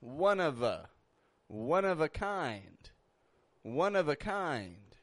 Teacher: I'm not pronouncing the F like an F. I'm pronouncing it like a V.